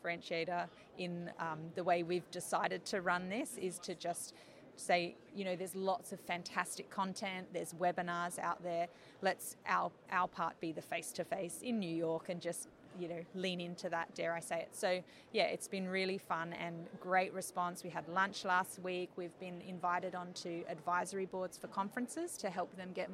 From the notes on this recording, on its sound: In this special episode recorded at Sibos in Toronto.